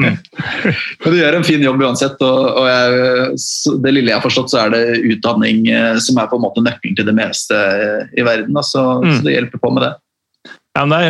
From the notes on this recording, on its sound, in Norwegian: Tar seg en Zoom-prat.